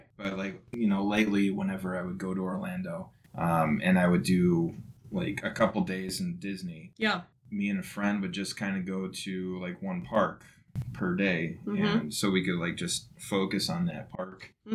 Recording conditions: distortion